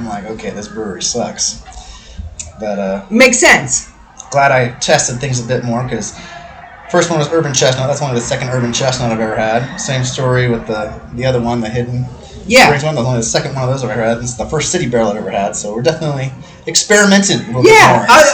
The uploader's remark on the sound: Lot of noise and terrible microphone!